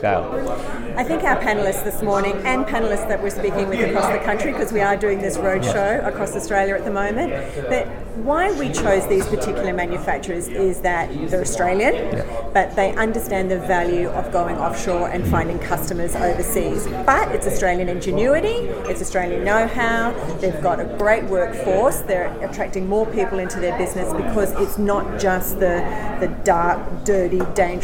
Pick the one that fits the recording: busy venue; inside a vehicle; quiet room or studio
busy venue